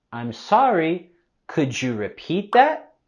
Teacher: Podemos vincular las palabras could you como could you, could you. Y lo vamos a subir la voz y entonación al final de la pregunta.